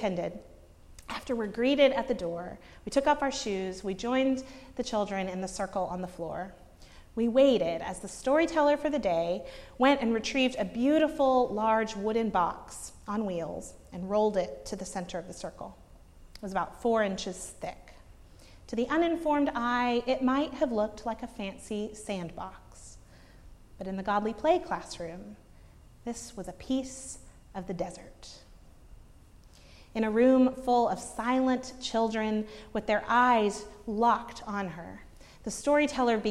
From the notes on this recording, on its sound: preached at Northminster Church on March 10, 2019